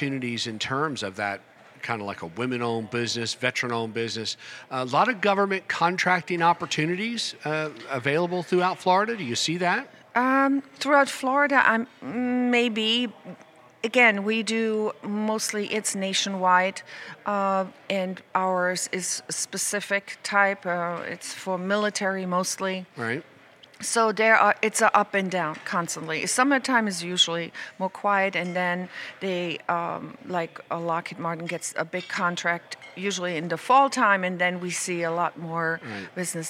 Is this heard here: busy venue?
yes